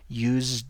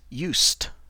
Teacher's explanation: the S is pronounced like an S, and the D is pronounced like a T · Shown in: second take · To be very technical, if you studied any linguistics, these are called non-voiced sounds, whereas the others are voiced sounds.